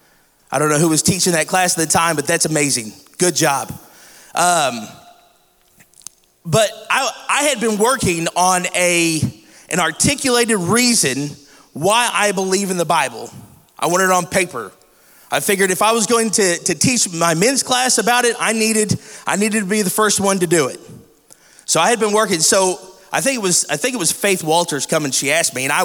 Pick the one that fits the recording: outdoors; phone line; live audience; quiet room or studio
live audience